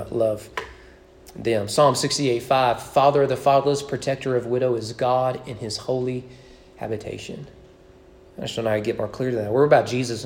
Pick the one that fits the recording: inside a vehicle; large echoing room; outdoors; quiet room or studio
large echoing room